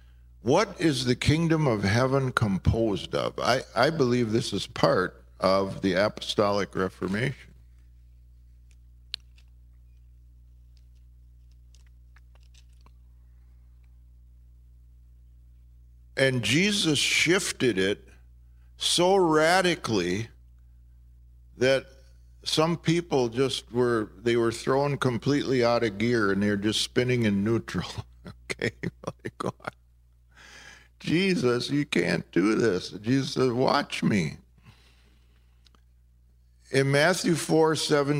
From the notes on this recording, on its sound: This podcast was recorded in Maplewood, MN during the 2019 IAHM (International Association of Healing Ministries) at Redeeming Love Church.